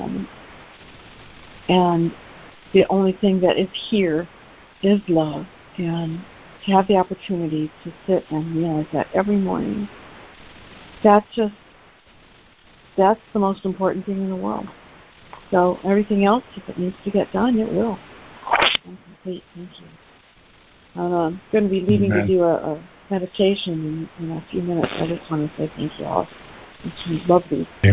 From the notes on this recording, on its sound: ACIM Daily Conference Call